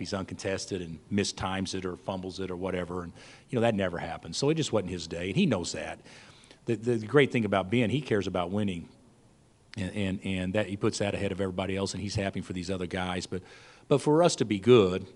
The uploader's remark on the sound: Press Conferences & Post-Game Interviews